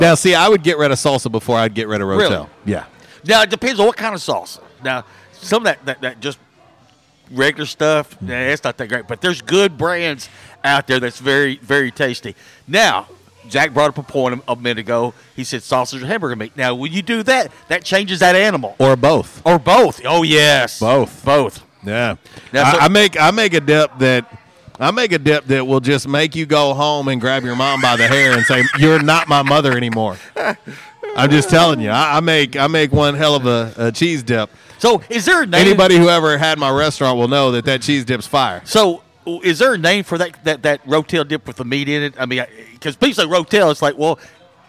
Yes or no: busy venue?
yes